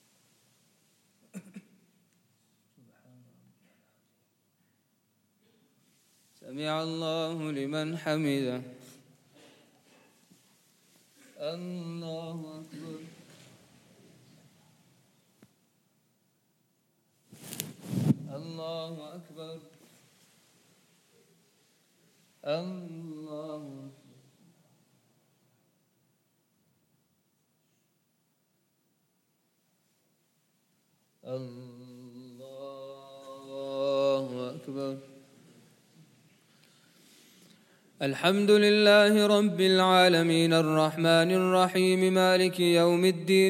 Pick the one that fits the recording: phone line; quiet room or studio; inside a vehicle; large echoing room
large echoing room